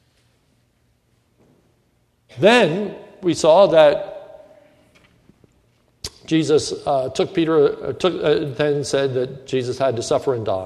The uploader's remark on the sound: This is a sermon recorded during the evening service at Lebanon Bible Fellowship Church in Lebanon, PA on 7/19/2105